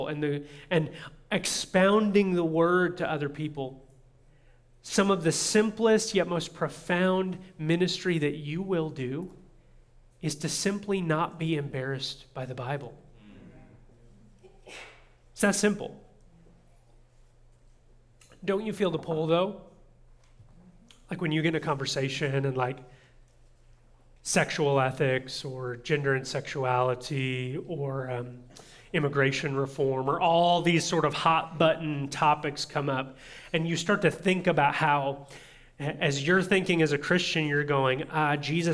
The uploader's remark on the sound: audio from New City Church in Champaign-Urbana, IL